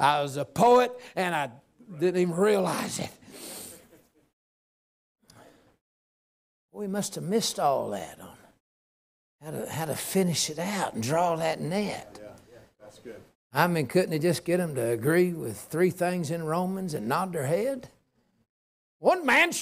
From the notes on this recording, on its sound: A message given at Liberty Baptist Church, Fircrest, Washington